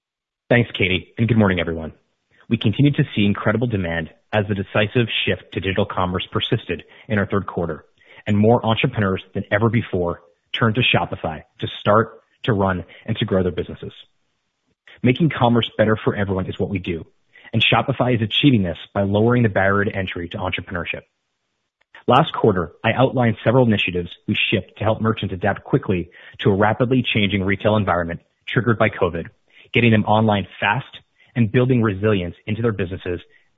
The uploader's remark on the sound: (NYSE:SHOP) Q3 2020 Earnings Conference Call